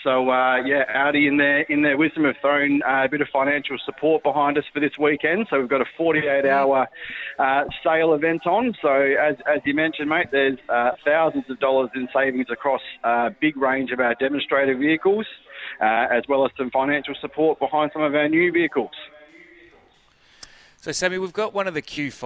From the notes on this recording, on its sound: He called